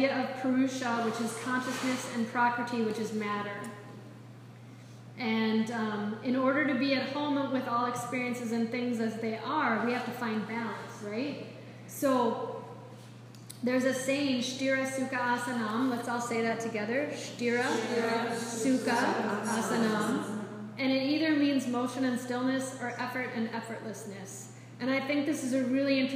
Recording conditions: live audience